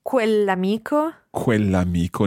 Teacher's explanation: it's quell'amico, running together